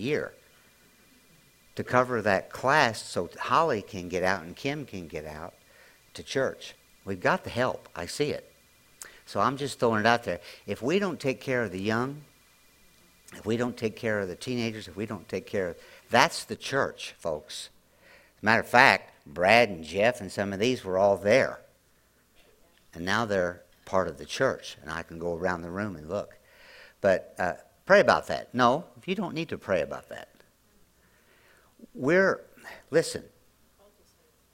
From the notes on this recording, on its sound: latest audio podcast from March 19, 2023 at Grace Church in Chester Illinois.